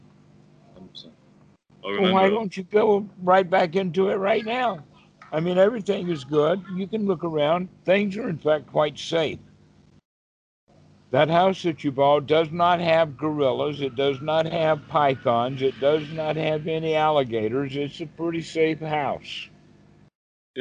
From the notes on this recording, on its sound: skype calls